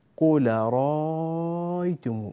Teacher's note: نبدل الهمزة الثانية حرف مد بمقدار 6 حركات